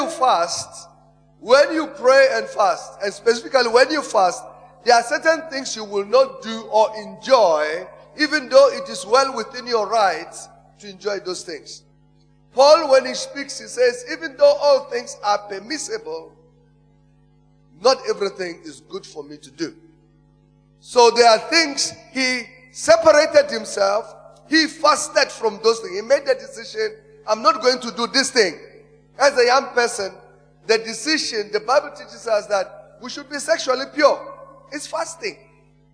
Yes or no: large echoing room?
yes